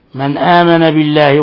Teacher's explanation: نون ساكنة جاء بعدها الهمزة. الحكم التجويدي إظهار حلقي، إظهار حلقي، لأن الهمزة من حروف الإظهار الحلقي، من حروف الحلق.